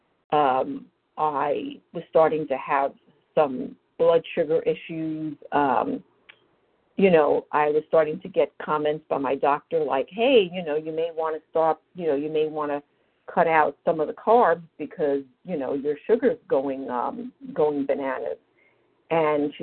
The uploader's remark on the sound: from the 100 Pounders Phone Meeting